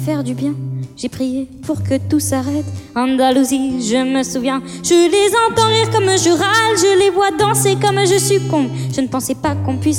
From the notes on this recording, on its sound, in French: Enregistrement réalisé lors du concert dans les thermes de Chassenon.